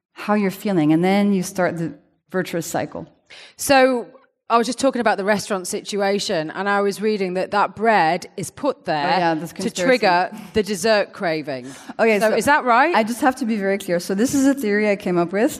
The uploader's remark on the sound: This conversation, recorded in front of a live audience.